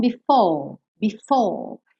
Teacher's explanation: É como se fosse um alongamento da vogal anterior, ao invés de enrolar a língua.